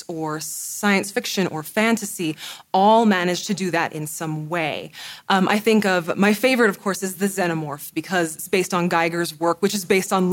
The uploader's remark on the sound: this episode was recorded live at LTUE 2017